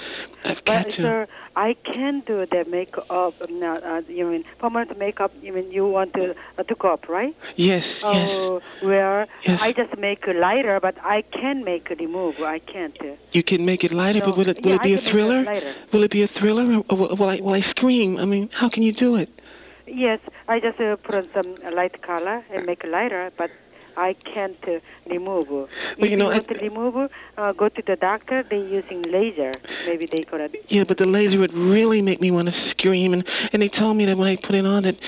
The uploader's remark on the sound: Prank Phone Calls